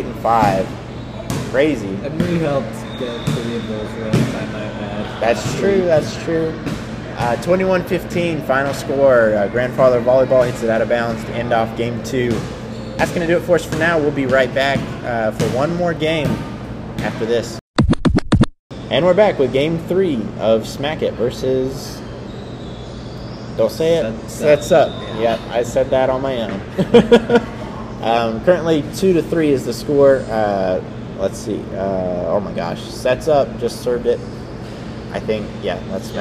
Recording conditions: phone or laptop microphone